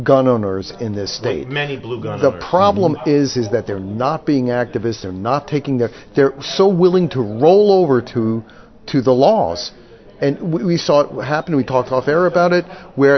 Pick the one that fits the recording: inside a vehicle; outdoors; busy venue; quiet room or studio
busy venue